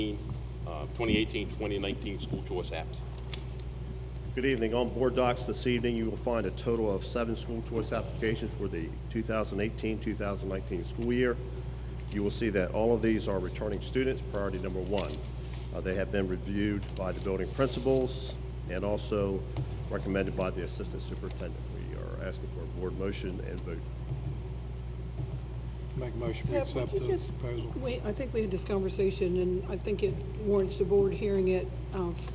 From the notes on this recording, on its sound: An audio recording of the Board of Education regular meeting on March 25, 2019.